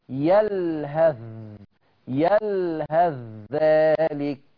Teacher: عايز اقول ان خلي بالك إن مسألة الثاء مع الذال، مسألة الثاء مع الذال، طريق المصباح بيقول لك اضغم الثاء في الذال